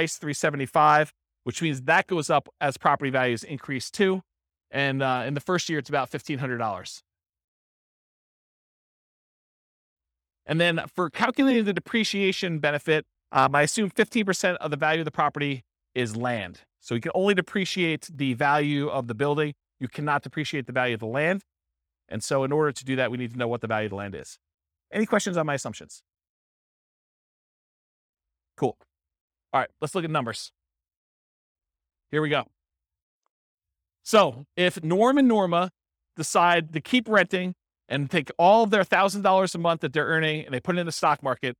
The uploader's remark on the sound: This was a live class recorded